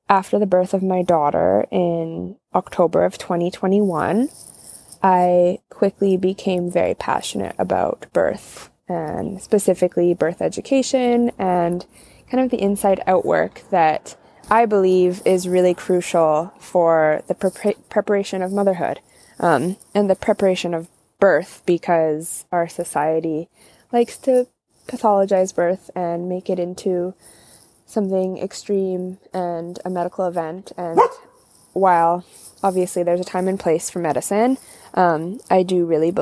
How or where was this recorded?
outdoors